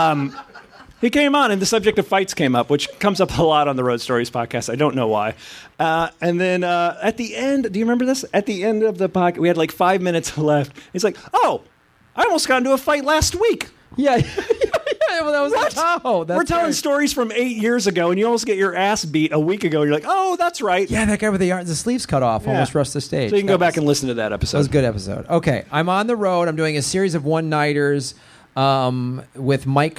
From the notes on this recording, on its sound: LIVE from the LA Podcast Festival!